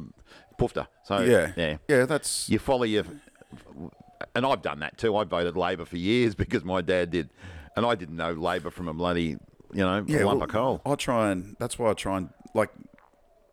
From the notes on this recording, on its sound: This week the boys are both in QLD and podcasting from the outside deck (sorry about the pigeon.)